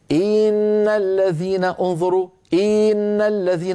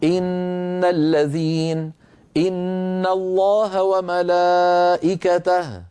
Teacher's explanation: الآن أنا تعمدت تطويل كسرة إن، فتولد منها ياء منطوقة، ياء لفظية · Shown in: first take · Term: الإدخال